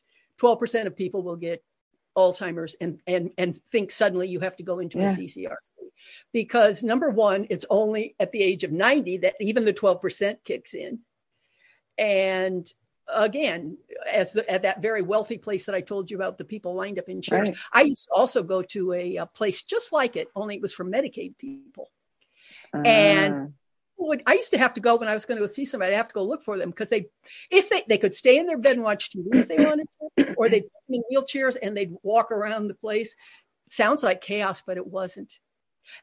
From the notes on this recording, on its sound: lost audio connection and her video froze but we were close to the end